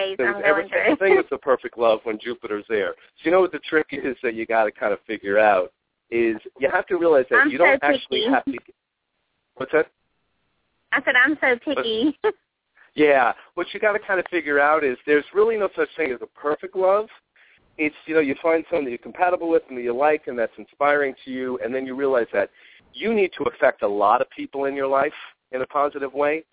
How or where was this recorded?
phone line